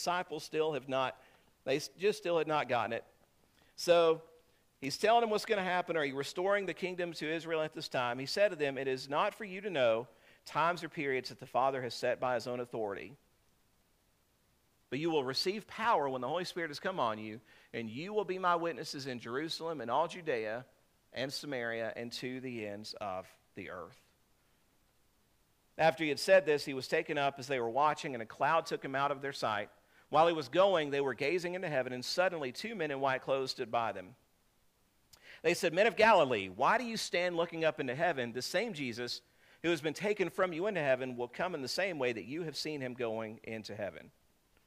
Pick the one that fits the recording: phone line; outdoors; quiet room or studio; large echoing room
large echoing room